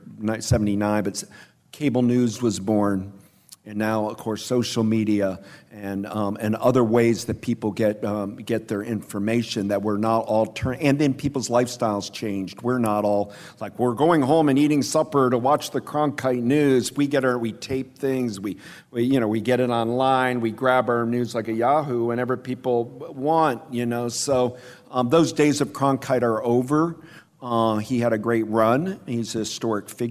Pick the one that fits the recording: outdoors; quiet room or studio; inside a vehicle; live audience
live audience